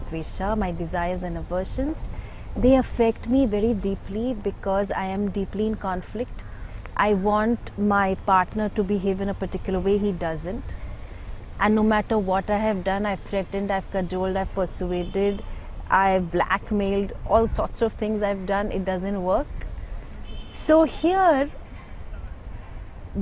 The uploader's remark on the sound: recorded on her holy banks in Rishikesh